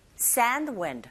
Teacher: 앞부분에 강세 주는 부분을 조금 길게 발음하시면 자연스럽게 드 사운드는 약하게 들릴 수가 있죠